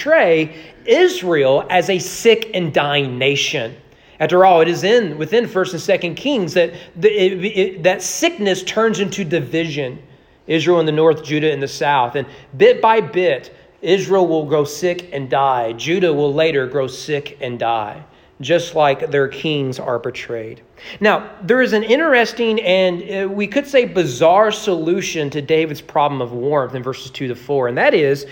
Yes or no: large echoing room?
yes